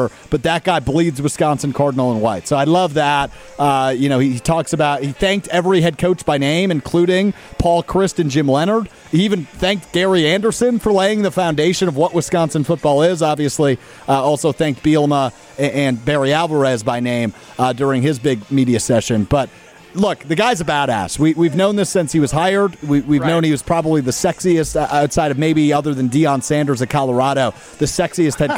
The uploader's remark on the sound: live from Lake Windsor Country Club